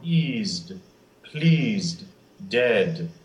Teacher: with consonants like d, n, m, to have that little shadow schwa follow the consonant is really important.